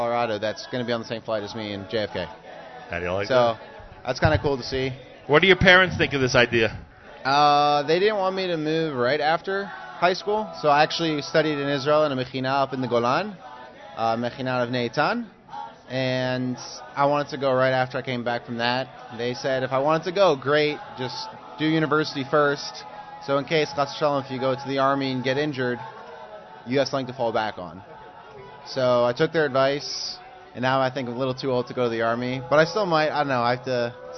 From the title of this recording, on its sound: NSN Broadcasts Live from the 9th Annual Nefesh B'Nefesh Israel Mega Event in NYC